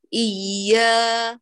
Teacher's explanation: الجوف كله يعمل إيا، وتشعري أن الوتران اهتزا لما تأتي بالألف مجهورة